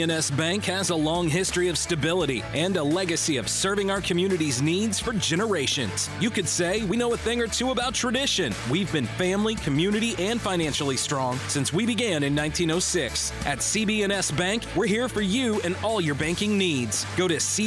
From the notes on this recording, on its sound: At the live broadcast of the show at Moe's Original Barbecue in Old Cloverdale.